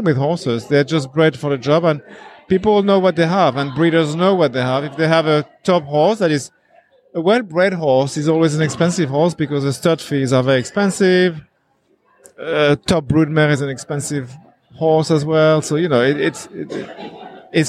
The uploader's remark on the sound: This week we look back on a special event we did with the Para Riders. We are live at a US Para event in Wellington.